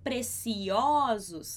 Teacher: E em português a gente fala preciosos. A gente abre esse O. Mas em espanhol não.